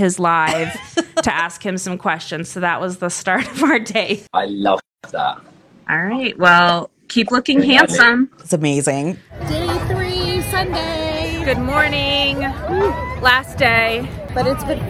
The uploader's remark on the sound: report live from BravoCon!